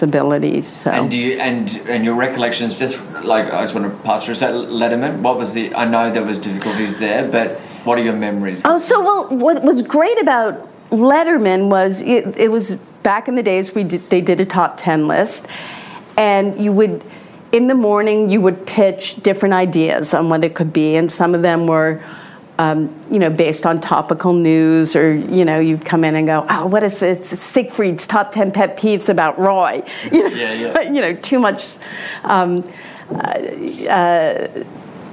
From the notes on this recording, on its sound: In Sydney in front of a live audience at the invitation of Jungle Entertainment.